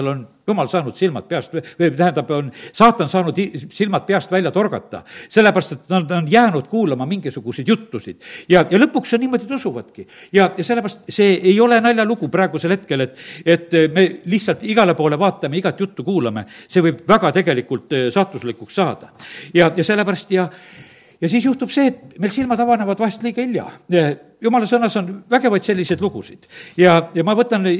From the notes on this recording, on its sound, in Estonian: Audio salvestus koosolekult